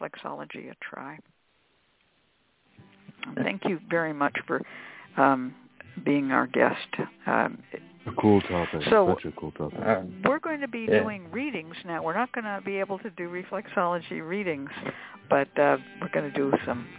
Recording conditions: phone line